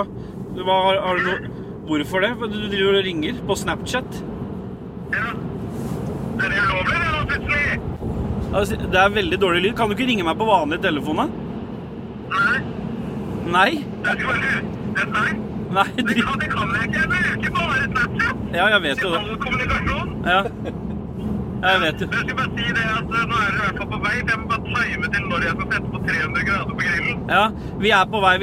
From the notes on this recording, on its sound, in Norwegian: Lyden er ikke av studiokvalitet siden opptaket skjedde i en bil.